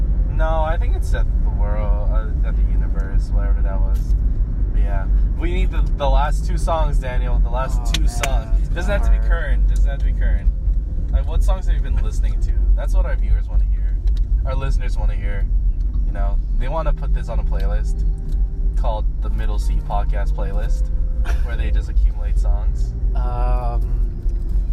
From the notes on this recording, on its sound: With a packed Prius. Decided to record an impromptu podcast on their drive home after eating chicken wings with their friends.